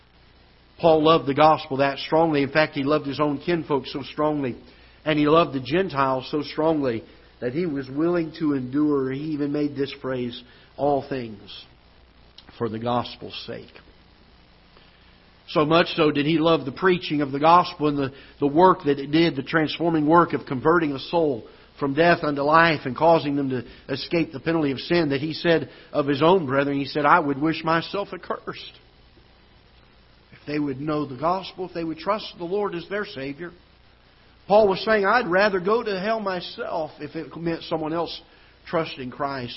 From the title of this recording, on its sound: Ketha Heights Baptist Church ~ Live Broadcast